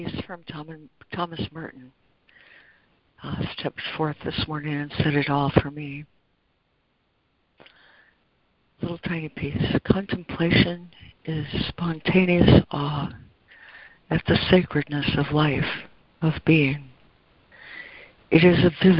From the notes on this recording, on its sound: ACIM Daily Conference Call.